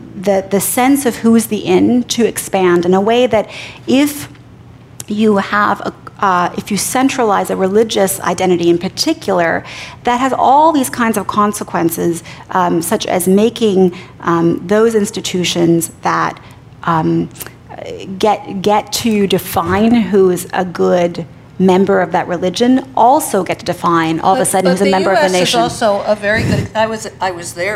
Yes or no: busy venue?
yes